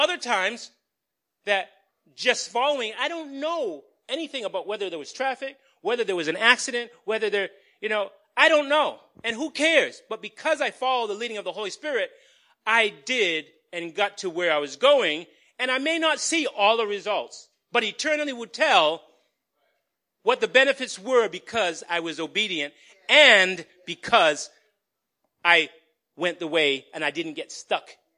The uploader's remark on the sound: Recorded on 2017-03-19 at the 8:30am Service.